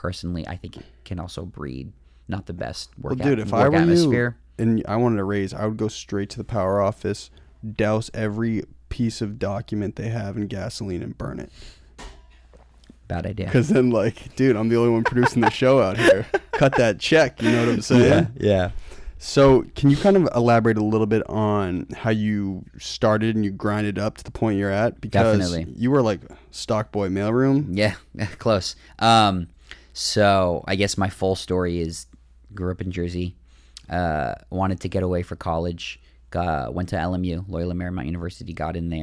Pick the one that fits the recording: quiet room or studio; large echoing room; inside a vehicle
quiet room or studio